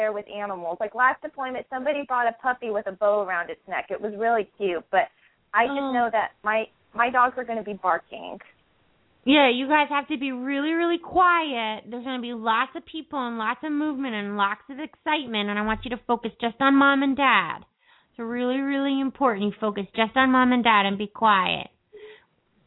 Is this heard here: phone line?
yes